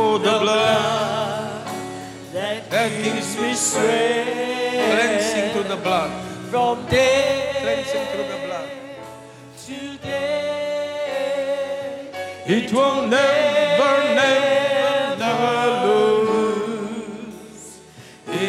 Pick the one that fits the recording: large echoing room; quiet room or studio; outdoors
large echoing room